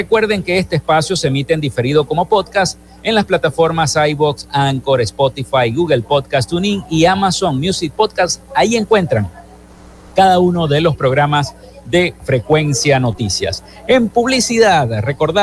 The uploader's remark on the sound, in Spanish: Continuamos nuestra transmisión en vivo y directo desde la ExpoZulia en el hotel Tibisay del Lago en el marco de la feria de Chinita en Maracaibo.